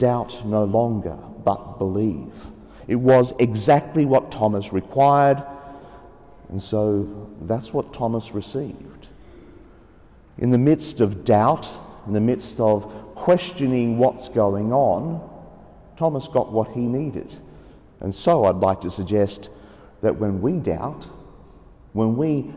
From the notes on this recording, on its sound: The homily for the 2nd Sunday of Easter (Year B) from Sacred Heart Cathedral, Hamilton.